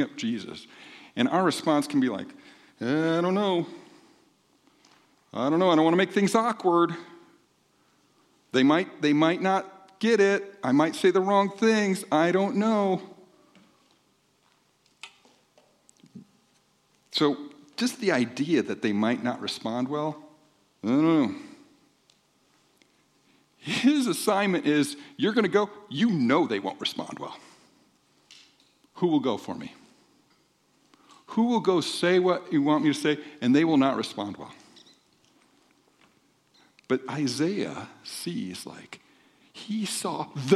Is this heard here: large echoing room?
yes